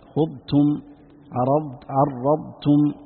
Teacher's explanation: تبين التاء دائما الهمس في التاء